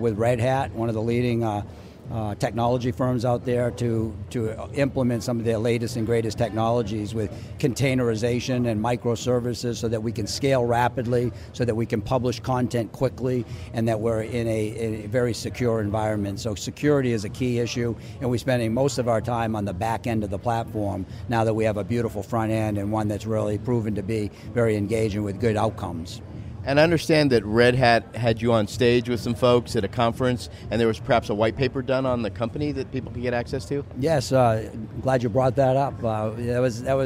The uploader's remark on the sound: LIVE From #HIMSS17